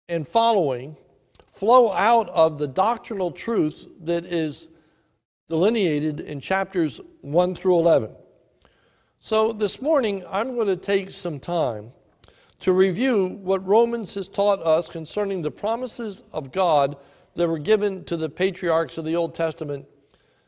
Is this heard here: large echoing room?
yes